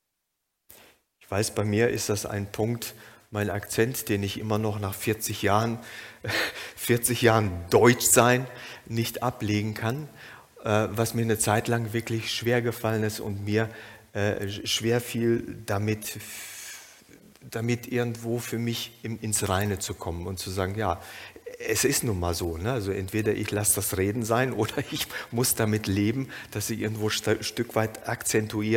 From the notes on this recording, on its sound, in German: Aufzeichnung der Predigt des Gottesdienstes